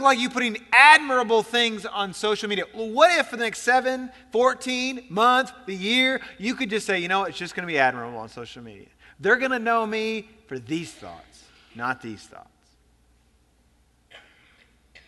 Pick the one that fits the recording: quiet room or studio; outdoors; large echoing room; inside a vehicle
large echoing room